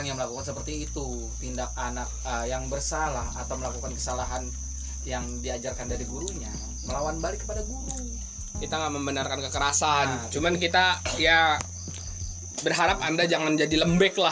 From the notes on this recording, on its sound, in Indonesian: Audio gak jelas dan kalo ada suara kresek2 itu kita lagi makan kacang.